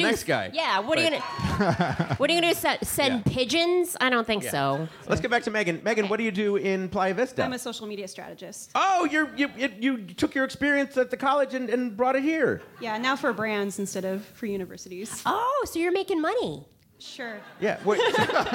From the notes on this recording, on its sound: was recorded as part of a live open